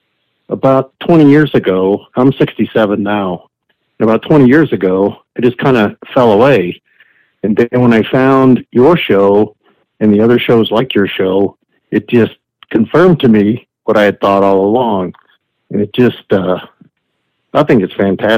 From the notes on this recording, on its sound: The ultimate talk show that delves into the messiness of Mormon history and theology while also tackling current events with a live call-in section at the end of every episode.